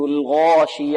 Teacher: الألف بمقدار حركتين وتكون مفخمة، أول ألف كآخر الألف